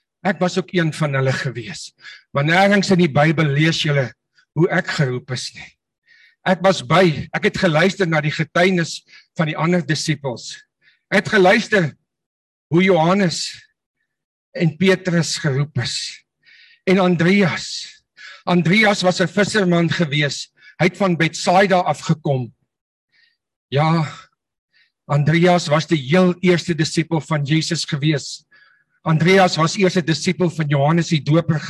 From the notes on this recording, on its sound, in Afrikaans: Manne van die Woord Zoom Byeenkoms